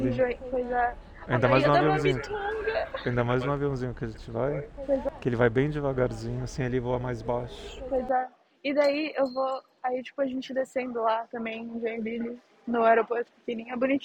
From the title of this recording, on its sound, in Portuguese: AO VIVO DO AEROPORTO DE VIRACOPOS!!!